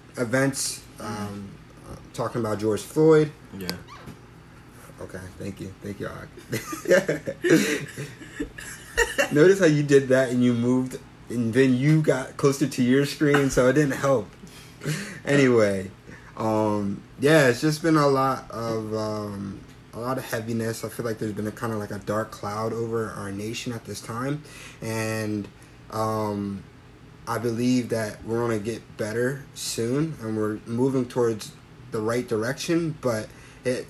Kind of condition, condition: fault, background noise